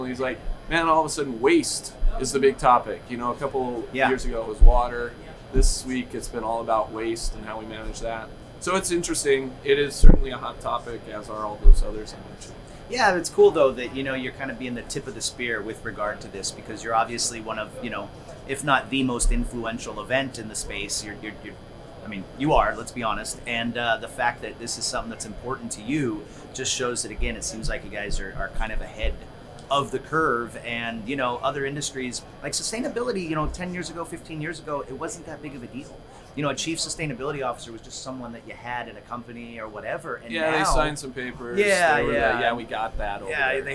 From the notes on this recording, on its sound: Live from MJBizCoN NEXT